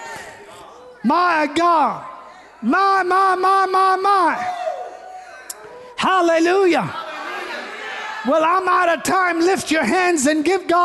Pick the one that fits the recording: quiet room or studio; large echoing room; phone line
large echoing room